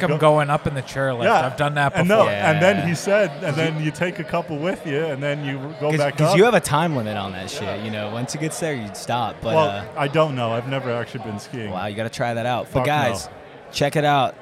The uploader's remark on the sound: recording the show at Middle James Brewery